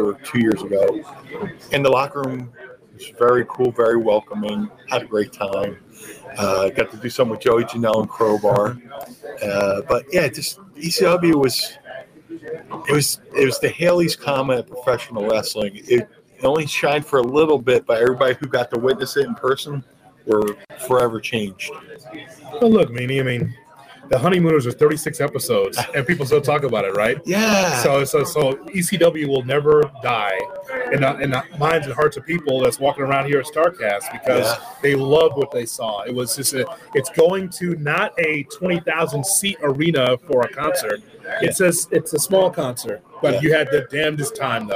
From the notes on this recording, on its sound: live on site at Starrcast in Chicago